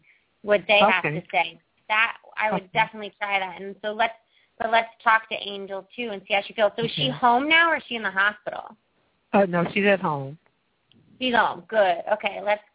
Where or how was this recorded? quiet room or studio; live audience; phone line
phone line